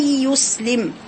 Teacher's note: السين ساكنة بين فيها الصفير واضح